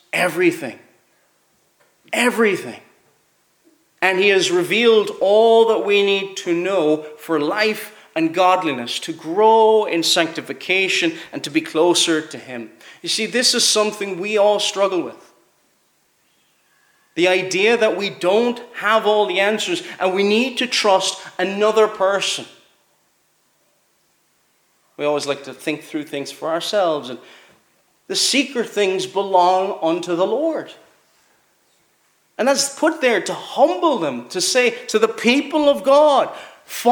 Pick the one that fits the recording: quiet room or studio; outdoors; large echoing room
large echoing room